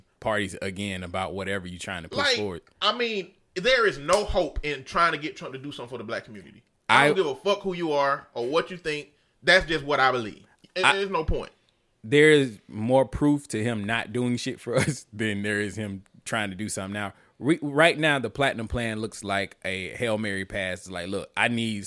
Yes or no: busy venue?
no